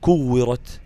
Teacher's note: بقف على حرف بوقف عليه بالسكون، إذن فسكن التاء فتبقى مهموسة · Term: همس التاء